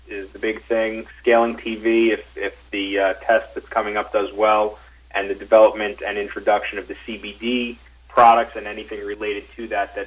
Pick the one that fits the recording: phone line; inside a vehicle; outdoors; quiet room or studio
phone line